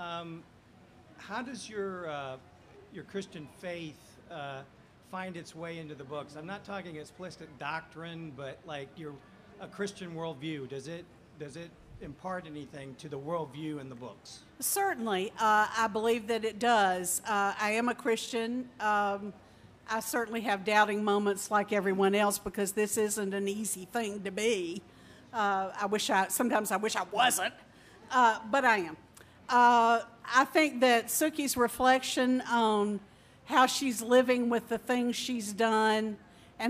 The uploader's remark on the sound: At the 2012 Library of Congress National Book Festival.